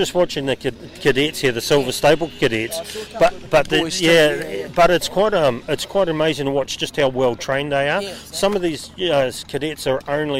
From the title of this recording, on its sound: Live at Fieldays